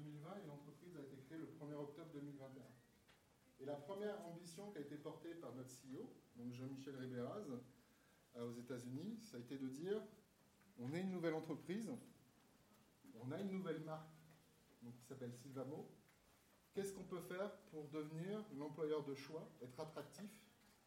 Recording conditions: poor microphone